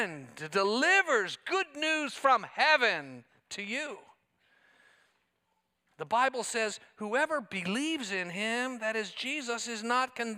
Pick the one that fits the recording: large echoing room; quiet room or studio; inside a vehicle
large echoing room